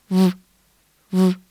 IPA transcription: v